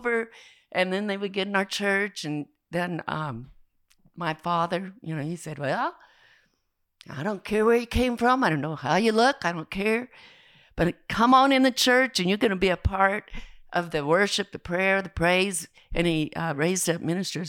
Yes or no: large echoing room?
no